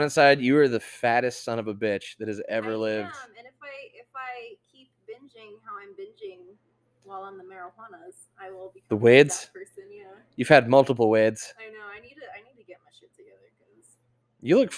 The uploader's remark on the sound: Sorry for the audio levels, will correct next time.